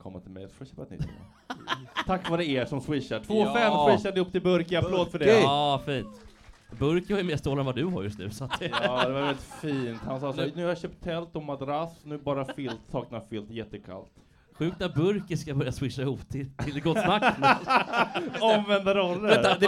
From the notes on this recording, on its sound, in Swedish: Sommarspecial - Livepodd från Bleckan.